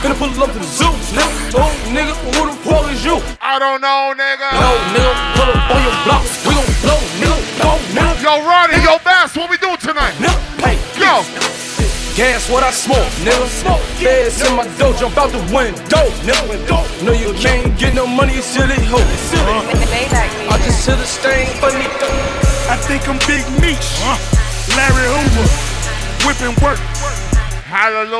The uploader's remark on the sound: PDT - CALGARY - LIVE AUDIO (DIRTY). PDT NIGHT CLUB IN CALGARY ALBERTA.